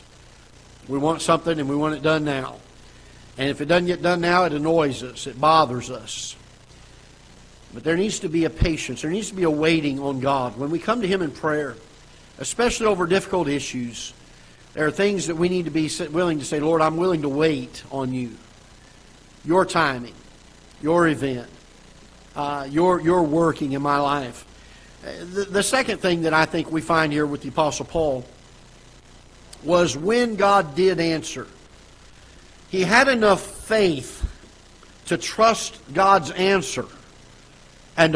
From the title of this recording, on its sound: Ketha Heights Baptist Church ~ Live Broadcast